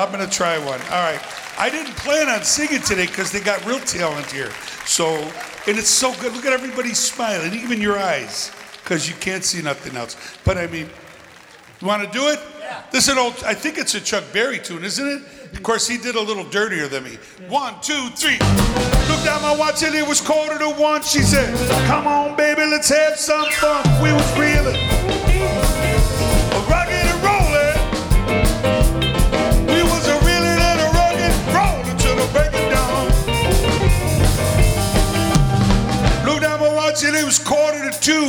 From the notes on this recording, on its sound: Live at the South Point Casino